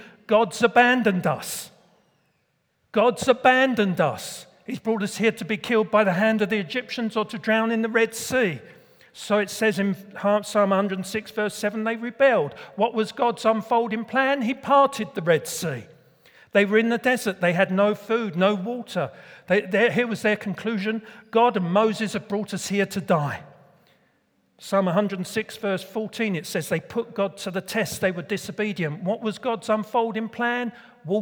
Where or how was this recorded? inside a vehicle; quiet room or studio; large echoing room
large echoing room